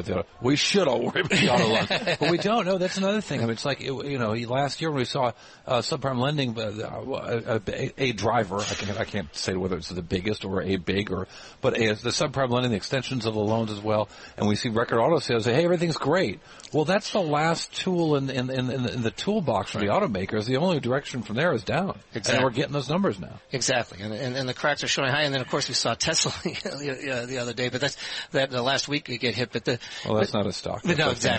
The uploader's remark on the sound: from the Greater Boston Chamber of Commerce Annual Meeting